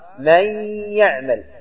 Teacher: يعني أن الياء شددت وتنطق مباشرة بعد الميم · Term: الإضغام